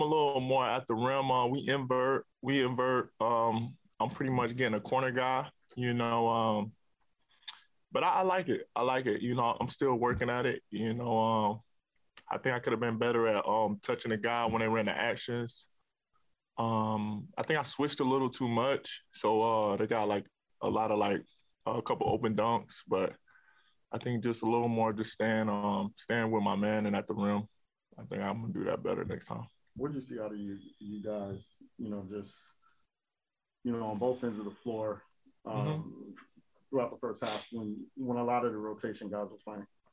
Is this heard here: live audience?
no